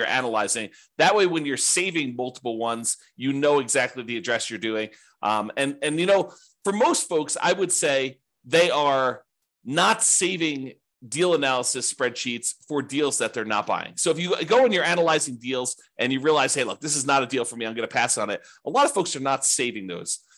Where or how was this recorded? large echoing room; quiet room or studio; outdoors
quiet room or studio